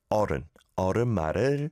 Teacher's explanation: There's no dark L in the back of your throat. It's at the front. It's very light.